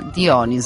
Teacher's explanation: Si pronuncia con l'accento sulla penultima sillaba, Dioniso, ma in italiano è considerata corretta anche la pronuncia sulla terzultima